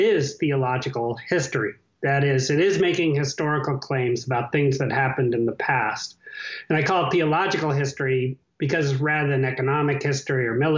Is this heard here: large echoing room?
no